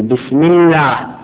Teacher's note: همزة لفظ الجلالة همزة وصل، فالمفروض لما توصل لفظة الله بما قبلها تحذف الهمزة